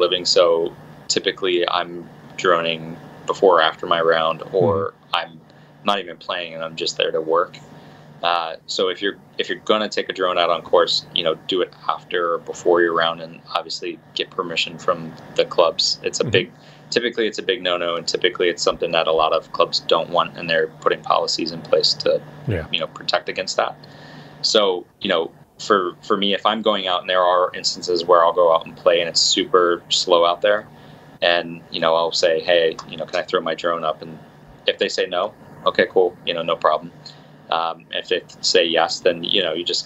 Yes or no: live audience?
no